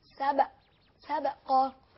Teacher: القلقلة مسكنة لكن بتميل في الحركة إلى الفتح. لكن ما نقولش فالسابقات سبقا، ما نقولش سبقا، لا صحيح سبق سبقا.